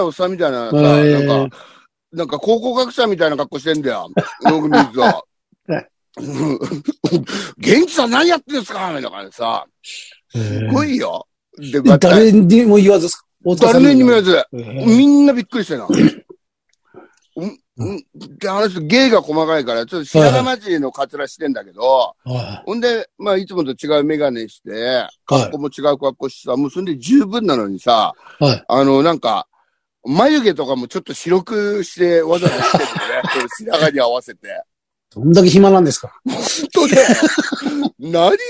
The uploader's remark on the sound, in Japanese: ZOOMで収録